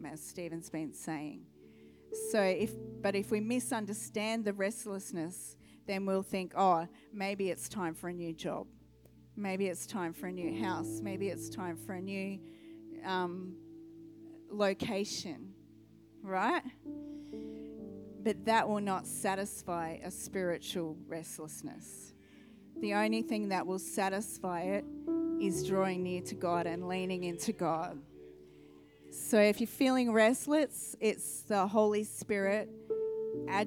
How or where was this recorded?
large echoing room